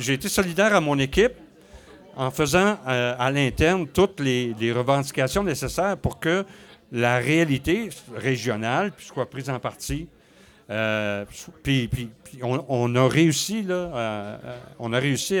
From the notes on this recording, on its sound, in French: A été enregistré devant public au Broue-Pub la Perdrix.